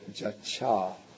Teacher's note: So the long A gets shortened into the short A.